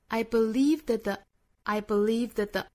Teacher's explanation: that 和 the 需要做弱读哈，所以说我们读得很快很弱，并且 that 里面的元音要变成 schwasound · that 尾部的 t 没有了